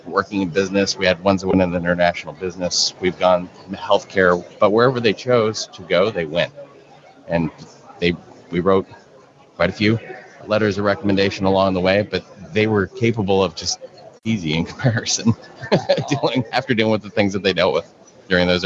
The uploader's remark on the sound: An Over Coffee® special-edition podcast, recorded onsite at Podcast Movement 2019.